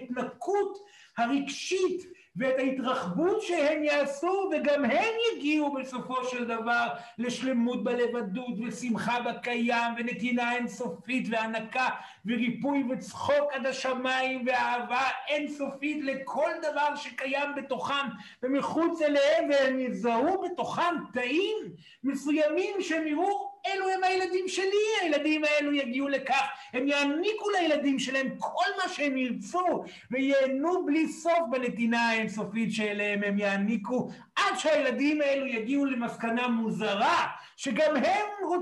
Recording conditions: live audience